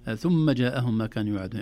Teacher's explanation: حبيت أسمع الغنة في الميم المشددة، مرة أولى قرأتها ثم جاءهم بدون غنة، لكن ما شاء الله قرأتها كلها ممتازة.